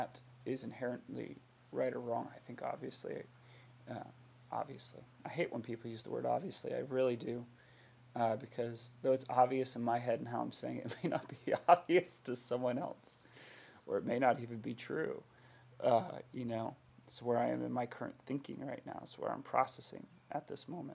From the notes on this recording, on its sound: AUDIO LOW.